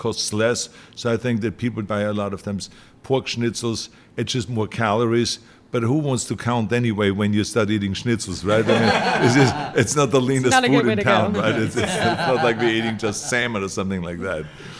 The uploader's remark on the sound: This week’s podcast was recorded at the R20 Austrian World Summit in Vienna